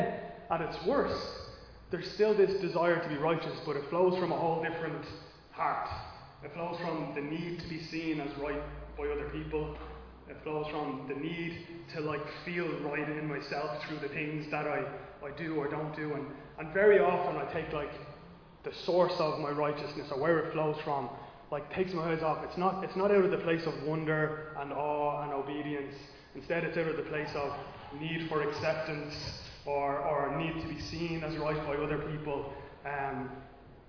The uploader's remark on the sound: Recorded live in Liberty Church on 7 August 2022